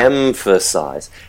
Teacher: Shifting out of a nasal into a voiceless fricative, we're going to get this little P creeping in.